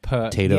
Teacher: It kind of can go just straight from the P to the T.